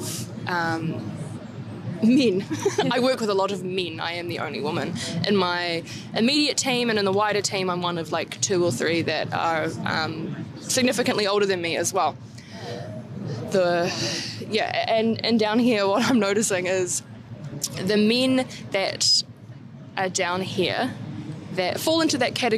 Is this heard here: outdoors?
yes